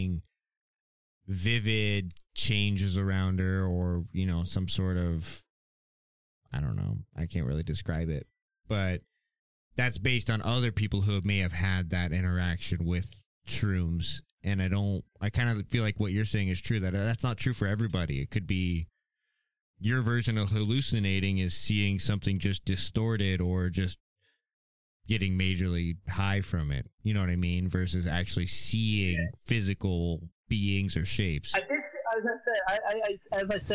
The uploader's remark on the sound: phone in our cousin